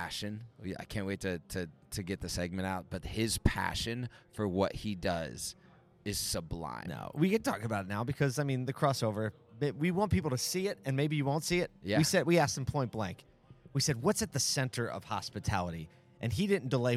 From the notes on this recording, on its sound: We are still in Vegas hanging out at the Reuters Events Automotive Retail Conference.